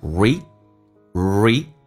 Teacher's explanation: Read 长元音，嘴角往后拉一点点。E, read,当然这个 D 不发音，气流要阻塞一下